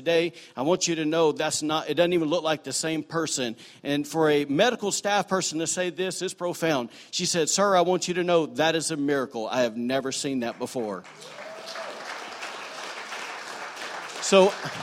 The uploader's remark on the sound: was recorded on Sunday, August 5, 2018, during services at The Anchor Church in Rockport, Maine.